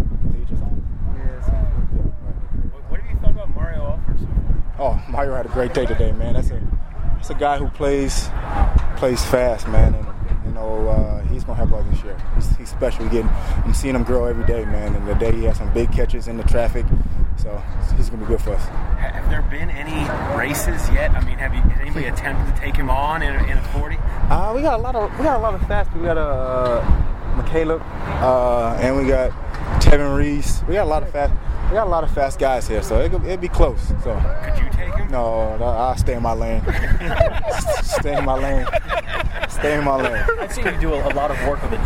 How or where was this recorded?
outdoors